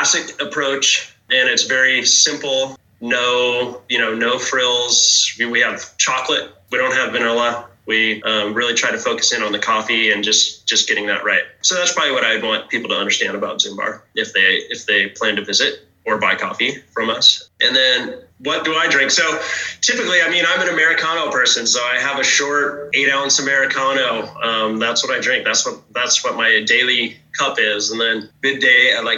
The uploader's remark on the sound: This show was recorded virtually